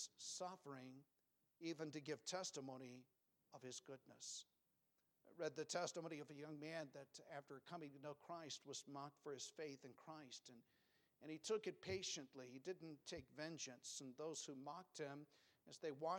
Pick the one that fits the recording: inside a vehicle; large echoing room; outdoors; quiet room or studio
large echoing room